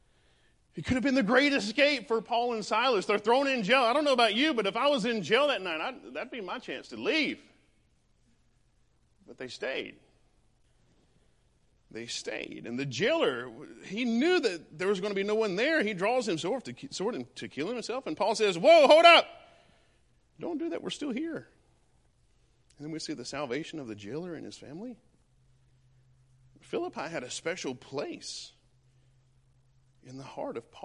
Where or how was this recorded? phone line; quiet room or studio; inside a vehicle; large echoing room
large echoing room